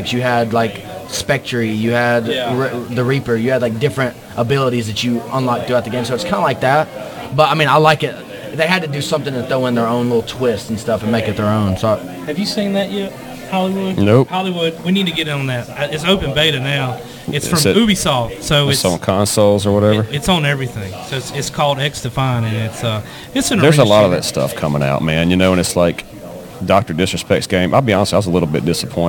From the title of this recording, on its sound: LIVE* MS Comic Con 23